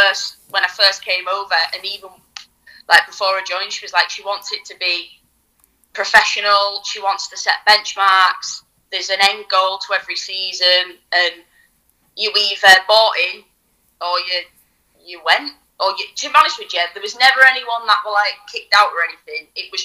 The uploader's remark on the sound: On the phone